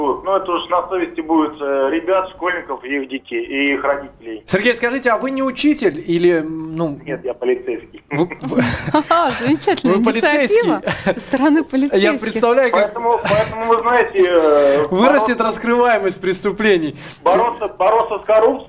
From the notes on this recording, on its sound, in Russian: по телефону